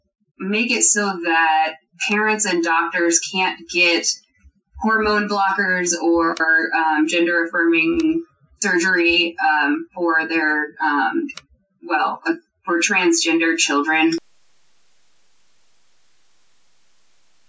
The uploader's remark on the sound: Unfortunately, we had a little trouble with our computer and had to rely on Skype to record our audio. As a result, it sounds awful and we apologize.